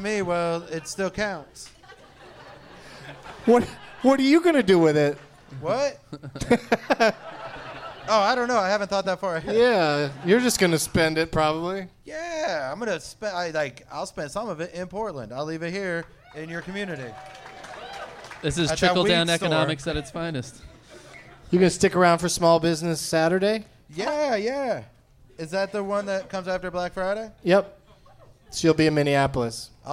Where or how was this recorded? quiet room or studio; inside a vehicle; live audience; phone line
live audience